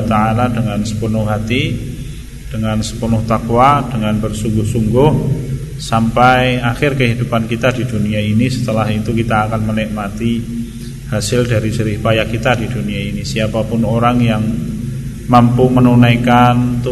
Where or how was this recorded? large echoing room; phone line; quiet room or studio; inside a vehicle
large echoing room